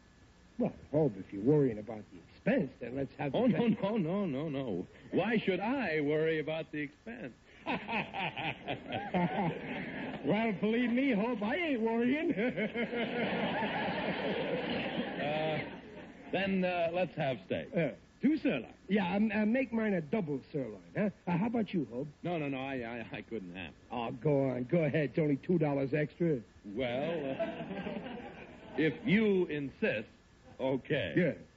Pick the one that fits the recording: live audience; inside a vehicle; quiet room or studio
live audience